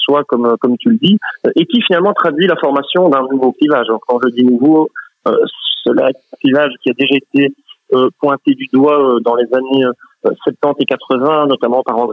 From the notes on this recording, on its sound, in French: accueillait par téléphone